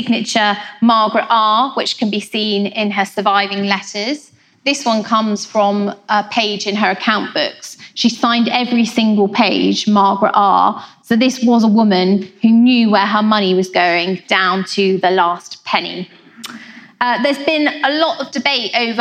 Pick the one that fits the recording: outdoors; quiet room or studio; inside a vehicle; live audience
live audience